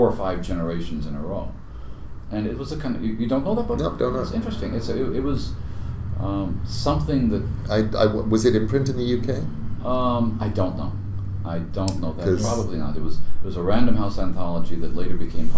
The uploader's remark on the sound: In a rare quiet moment at the Brighton World Fantasy Convention.